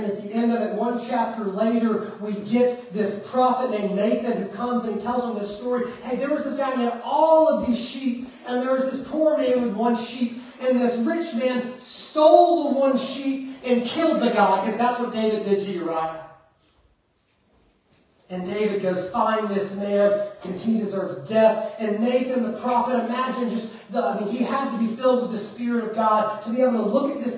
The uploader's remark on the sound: Preached at Fairview Church in Montgomery, Alabama on December 17th, 2023.